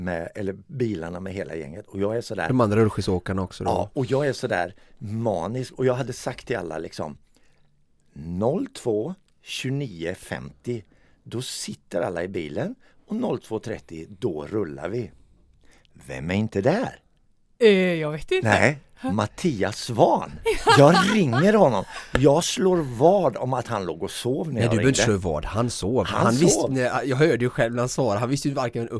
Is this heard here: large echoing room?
no